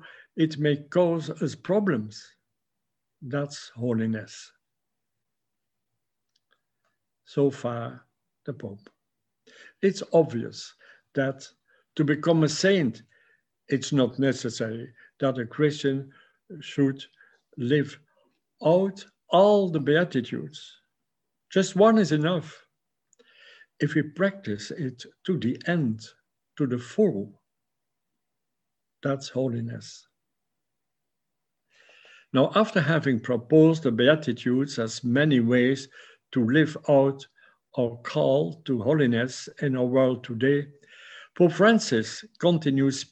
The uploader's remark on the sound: A webinar lecture. Originally broadcast as a live event March 13, 2021.